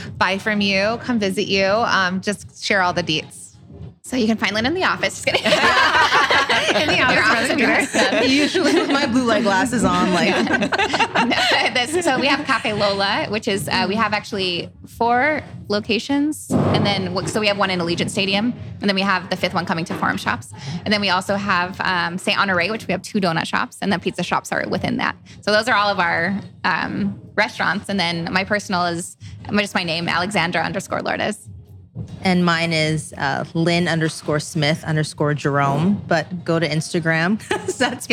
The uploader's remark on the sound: We’re live at Café Lola in Las Vegas